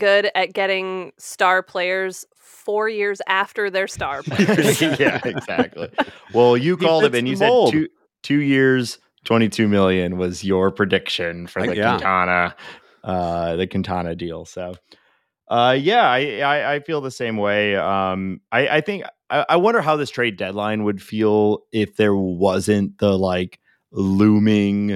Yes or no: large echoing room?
no